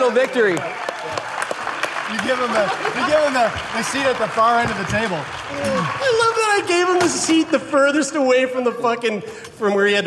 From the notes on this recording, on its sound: Live from the Atlantic Podcast Summit